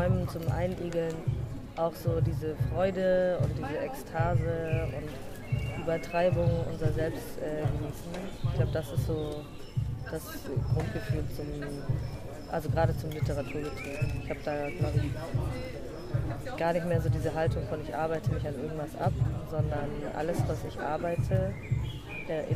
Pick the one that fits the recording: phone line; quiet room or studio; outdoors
outdoors